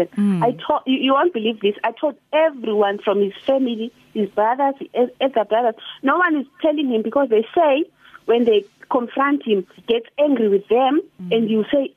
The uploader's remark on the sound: This Morning We Took A Call From A Listener. Phoner.